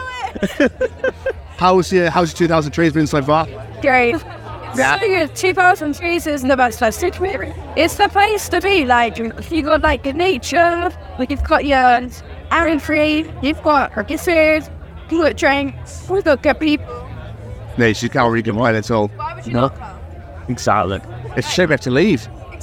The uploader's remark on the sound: From our 'Live from 2000 Trees 2023' series.